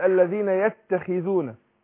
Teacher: الخاء لما بتكسر بتاخد أدنى درجات تفخيم